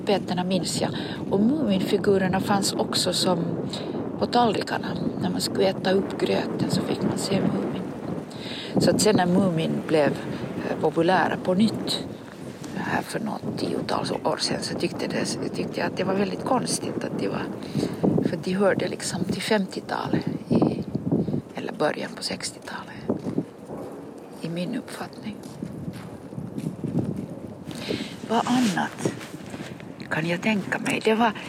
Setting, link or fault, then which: setting, outdoors